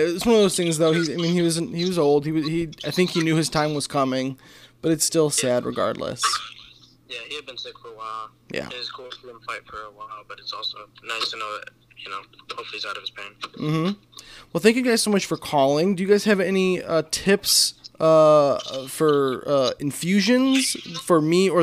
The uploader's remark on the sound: Call-In Part 2. Welcome to the second half of the call ins.